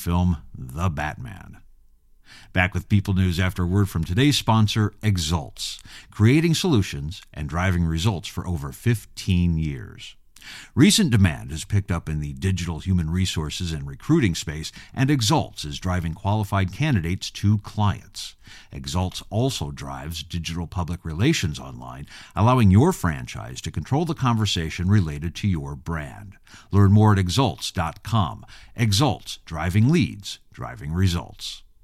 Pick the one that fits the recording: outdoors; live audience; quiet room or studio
quiet room or studio